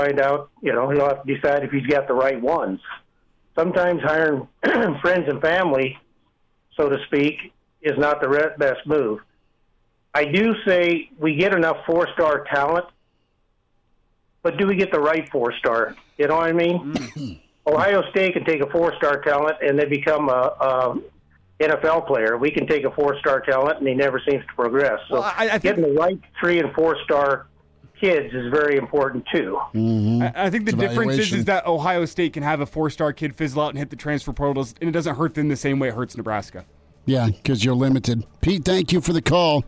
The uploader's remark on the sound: Gauging the reaction of Husker Nation by fielding phone calls from listeners who chime in to give their thoughts on the loss.